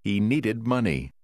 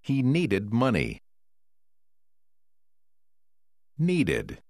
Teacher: tổ hợp ed ở cuối từ needed tạo ra thêm một âm tiết. Khi một từ căn như need đã kết thúc bằng d hay t, bạn phải phát âm tất cả âm ed được thêm vào.